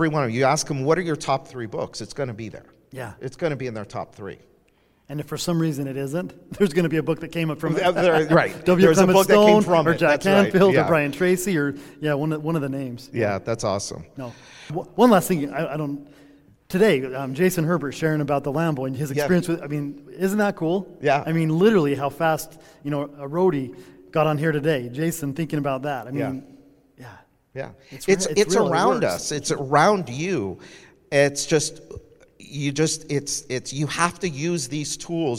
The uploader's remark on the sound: It was all recorded while we shared a cocktail at this year’s Accelerate LIVE! In Fort Lauderdale.